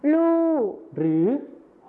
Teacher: การเปลี่ยนเสียงพยัญชนะต้นเดียวนะครับก็คือรอเรือในภาษาไทยมาตรฐานนะครับไปเป็นพยัญชนะต้นเดียวในภาษาถิ่นอีสานก็คือลอลิงกับฮอนกฮู้นั่นเองครับ